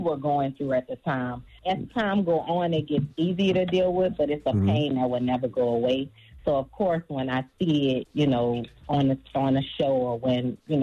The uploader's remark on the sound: We opened up the phone lines after news broke about possibly reopening the economy, so we asked our listeners if they think it is a good idea.